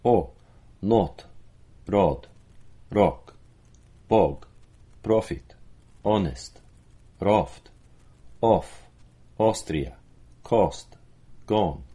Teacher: Instead of the a sound that we might get in lot and cloth, we're getting an o. It's closer to an o, a more opened o. The IPA symbol is an opened o, or backward c.